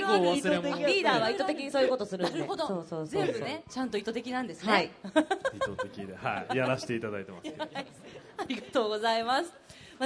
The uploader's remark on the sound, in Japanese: 大阪・松原市で行われた公開録音（後半）の模様。